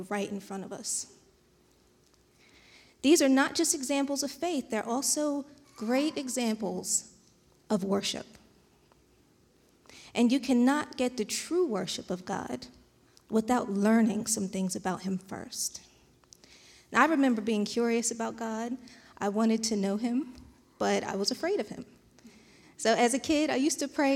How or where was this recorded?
large echoing room